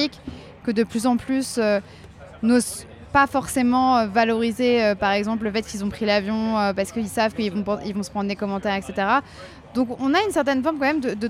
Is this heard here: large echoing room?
no